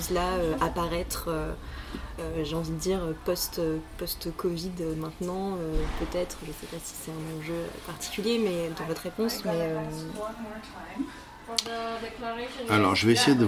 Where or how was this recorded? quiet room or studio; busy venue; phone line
busy venue